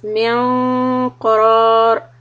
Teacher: قاف being heavy the إخفاء is also going to be heavy